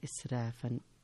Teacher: إسرافا فيه ترقيق الراء، إسرافا. ولا تأكلوها إسرافا وبدارا أن يكبروا.